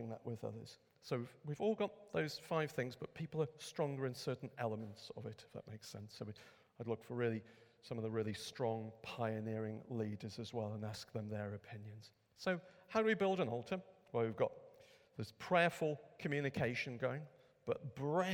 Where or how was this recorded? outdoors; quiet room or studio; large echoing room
large echoing room